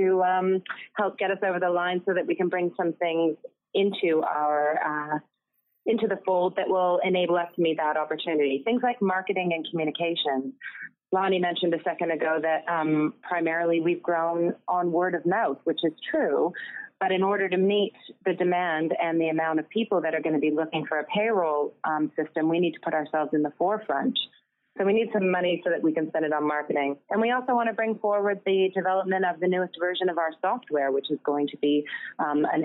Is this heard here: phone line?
yes